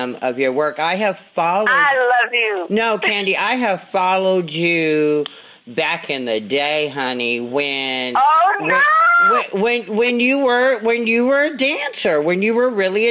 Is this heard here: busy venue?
no